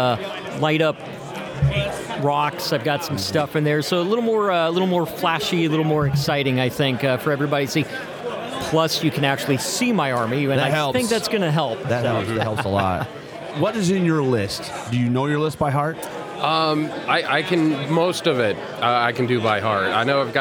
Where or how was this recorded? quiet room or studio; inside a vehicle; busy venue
busy venue